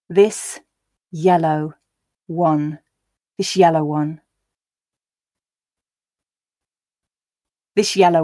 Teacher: s definitely changes to sh before a y sound